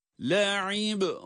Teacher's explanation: la'ib derken ayin estesiyle ba harfine bağlanıyor